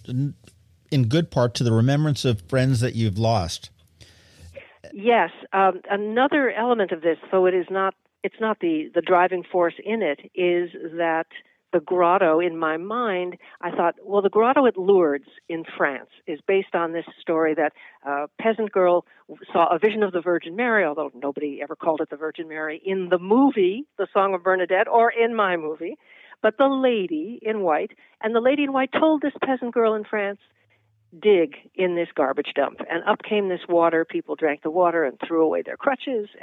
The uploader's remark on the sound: hop on the phone